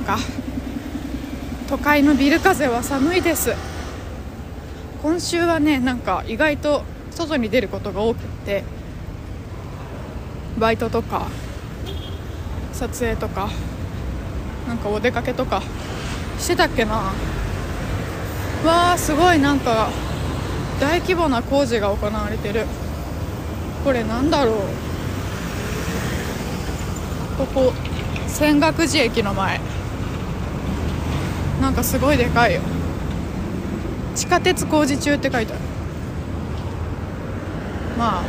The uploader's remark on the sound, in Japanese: 風の強いお散歩。安定の謎音質でのお届けです！